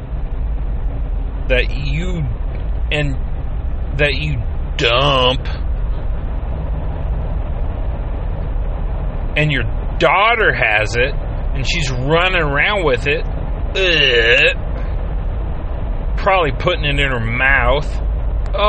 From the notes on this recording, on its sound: He is driving home from work and speaking his mind no filters and no interruptions.